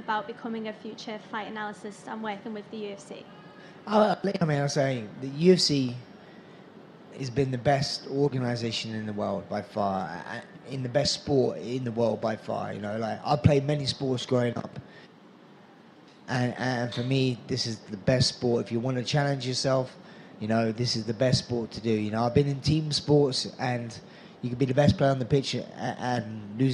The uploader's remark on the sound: talks to the assembled media at the post-fight press conference